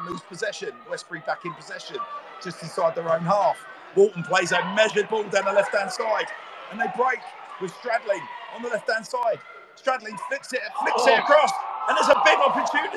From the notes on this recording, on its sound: Preview and live comms as Swindon Town take on Westbury United in the Wiltshire Premier Shield final at The County Ground.